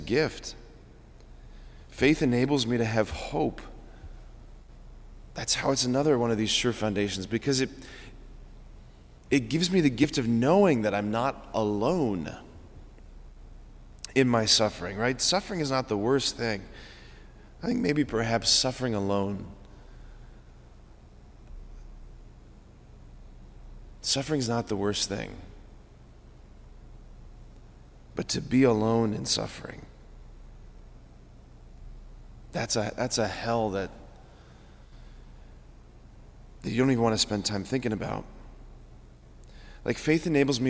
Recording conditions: large echoing room